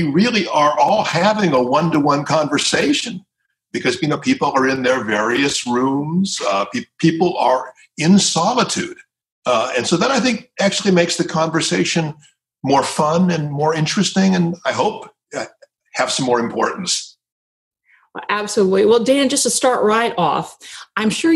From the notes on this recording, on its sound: This interview was recorded in 2020, relatively early in the pandemic, as part of the Trinity Forum’s Online Conversations series.